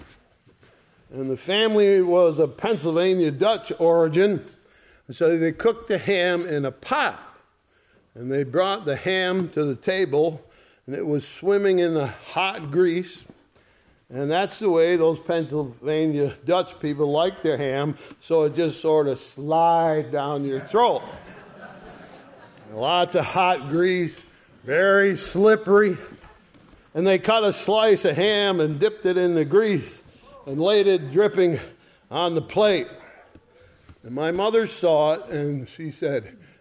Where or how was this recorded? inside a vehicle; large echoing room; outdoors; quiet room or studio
large echoing room